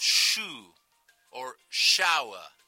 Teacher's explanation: Now, think also of shoe or shower. That's the voiceless version of yeísmo.